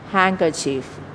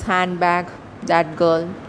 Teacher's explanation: The consonant N changes into ing due to the influence of K right after it. So the alveolar N gets velarized into ng, ing, due to the proximity of K · Term: assimilation